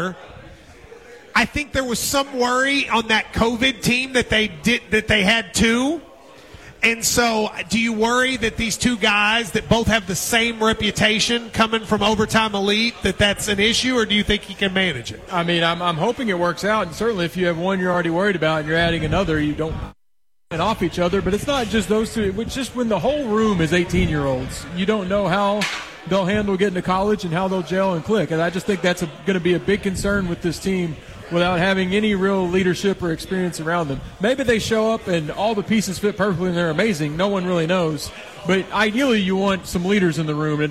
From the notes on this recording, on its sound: Live at the KSR Lexington Golf Scramble